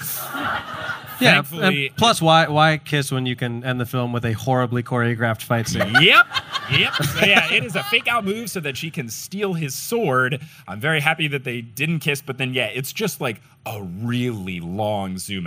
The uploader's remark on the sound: LIVE in NYC!